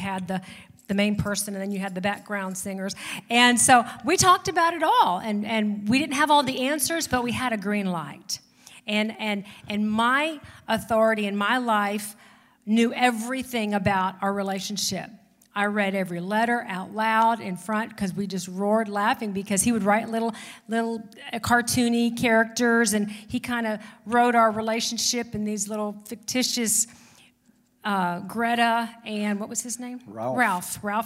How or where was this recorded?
large echoing room